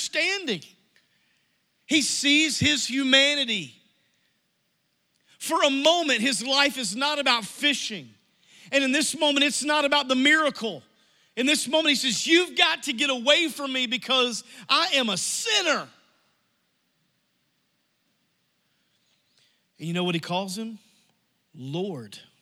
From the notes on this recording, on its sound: Message Audio from New Life Church - Searcy, AR